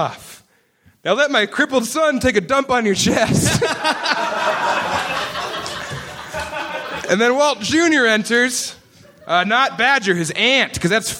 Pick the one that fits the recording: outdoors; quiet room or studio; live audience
live audience